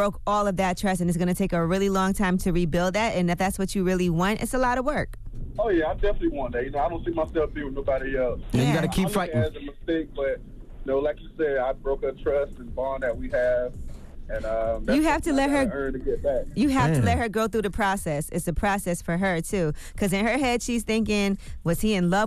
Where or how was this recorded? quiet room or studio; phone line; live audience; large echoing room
phone line